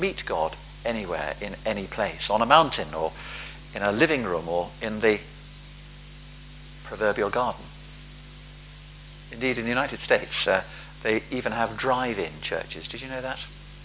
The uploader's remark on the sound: Palm Sunday Rededication of St James Finchampstead. A recording of the sermon given by the Bishop of Oxford. At a service to rededicate St James' following the restoration and conservation work.